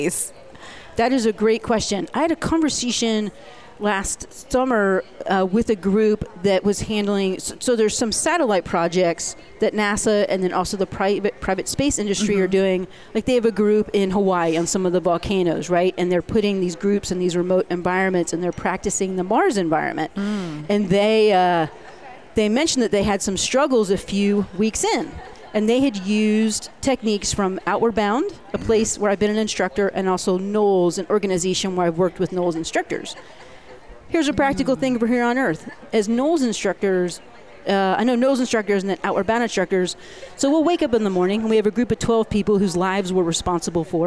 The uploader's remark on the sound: The VoiceAmerica Live events team. Live from day 2 at the event in Long Beach California.